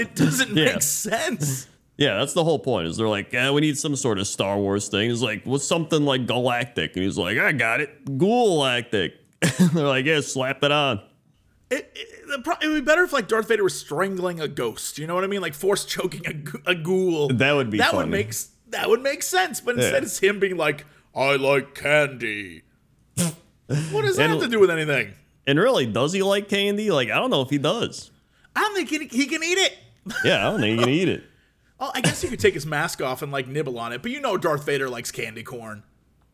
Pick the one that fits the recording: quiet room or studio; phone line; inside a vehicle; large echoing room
quiet room or studio